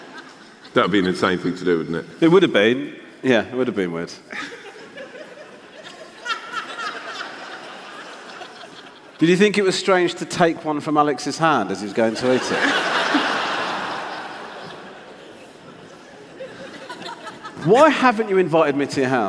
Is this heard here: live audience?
yes